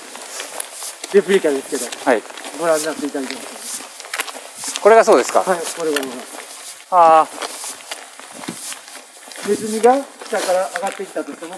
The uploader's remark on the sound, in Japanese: 佐賀県吉野ヶ里遺跡に行った時の記録をお届けします。おっさん二人が国指定の特別史跡でキャッキャウフフするだけの音声です。